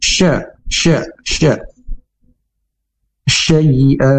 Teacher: huruf syin sendiri makhrajnya yaitu di tengah lidah dengan mempunyai sifat hamas atau angin menyebar di mulut.